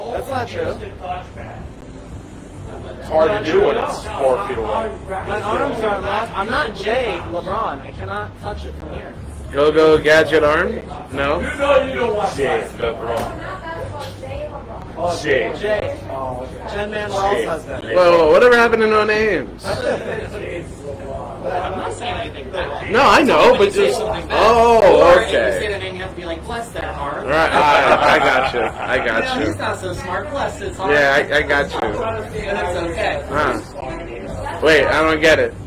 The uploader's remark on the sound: the sound quality is meh